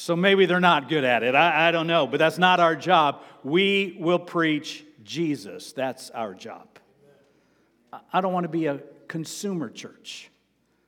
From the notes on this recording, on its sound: Sermon preached on August 7, 2023, at Avondale Baptist Church.